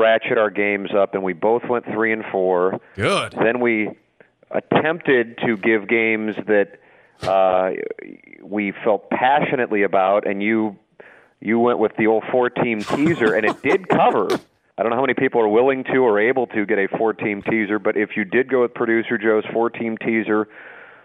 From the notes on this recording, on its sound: Joins via phone from Florida.